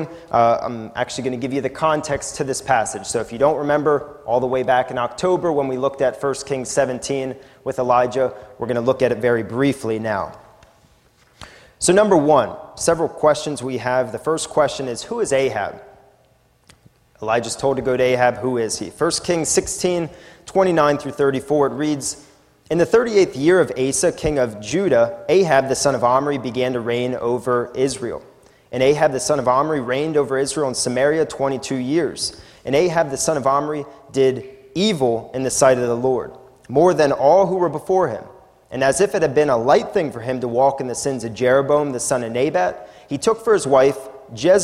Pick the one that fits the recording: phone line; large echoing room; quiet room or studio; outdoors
large echoing room